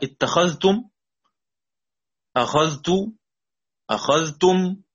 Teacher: يعني المفرد والجمع من اتخذ وأخذ عند سكون الذال مع التاء فبالإظهار